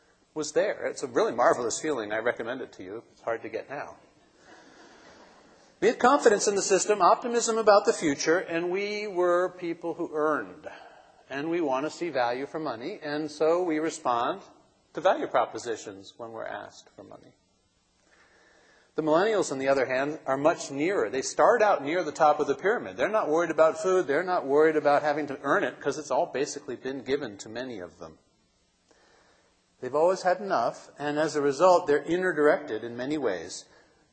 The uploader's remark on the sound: keynote address from the 2007 Conference for Nonprofits